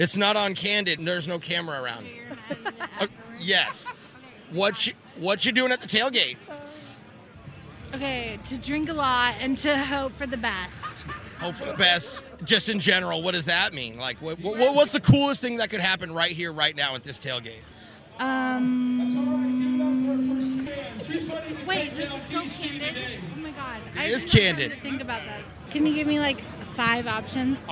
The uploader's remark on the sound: down to the stadium to ask the fans outside a simple question